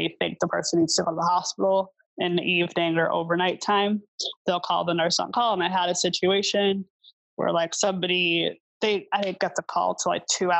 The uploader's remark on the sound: Recorded with Zoom Web Conferencing. Edited with Adobe Audition.